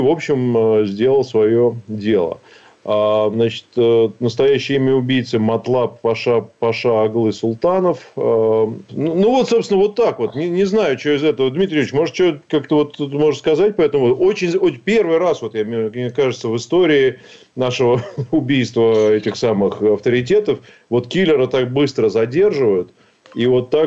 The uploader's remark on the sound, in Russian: По телефону.